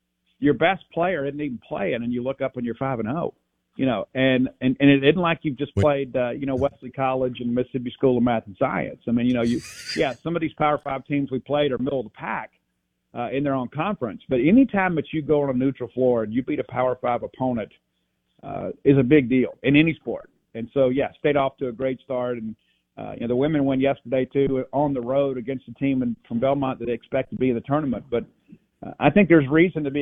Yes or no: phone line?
yes